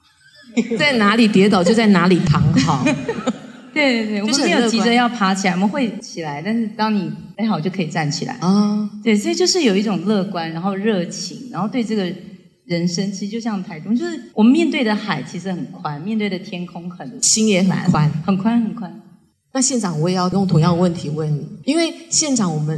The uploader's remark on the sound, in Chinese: 現場錄音